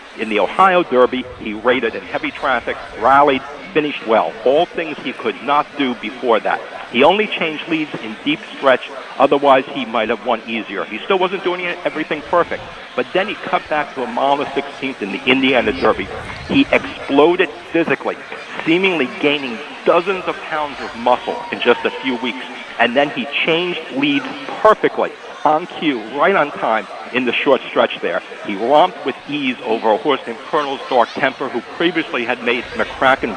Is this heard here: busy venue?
yes